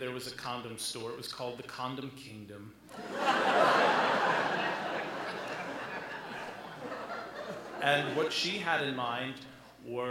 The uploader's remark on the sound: live at the Alberta Abbey